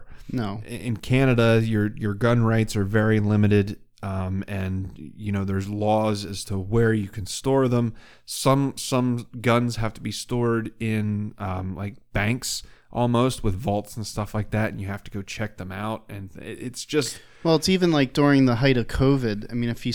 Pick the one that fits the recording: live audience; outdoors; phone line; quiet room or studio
quiet room or studio